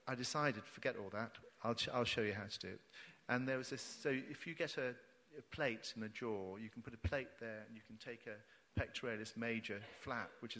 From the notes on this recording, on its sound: Recorded live at The Tabernacle in London on 7th November 2019.